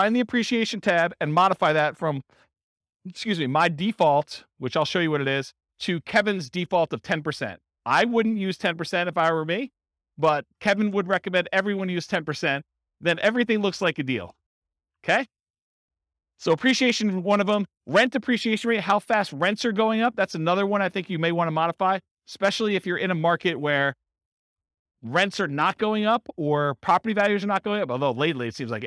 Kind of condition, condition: setting, live audience